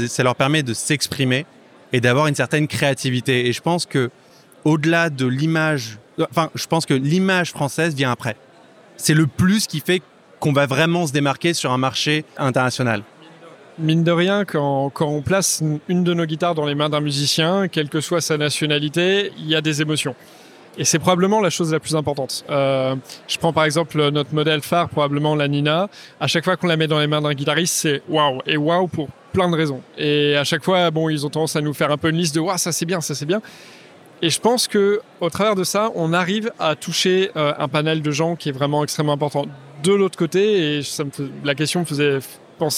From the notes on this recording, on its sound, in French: enregistré au salon des industries créatives We are French Touch à Paris